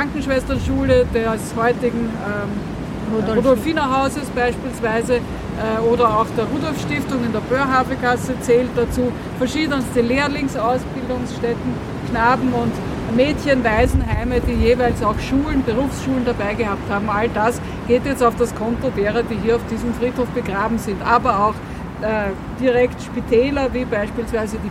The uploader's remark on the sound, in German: Ist nun die gesamte aufgenommene Führung durch den jüdischen Friedhof Währing in Wien.